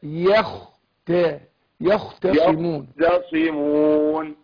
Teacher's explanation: أفخم الخاء وبعدين إيه أرقق التاء